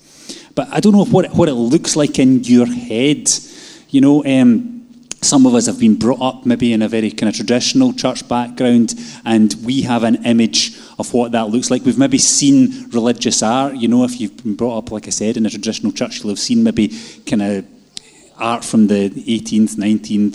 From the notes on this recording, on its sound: Live from our Sunday gathering on 10/07/22